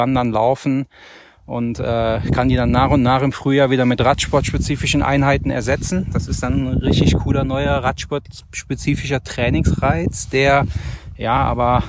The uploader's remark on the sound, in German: während unserer Wanderung auf dem Ahrsteig aufgezeichnet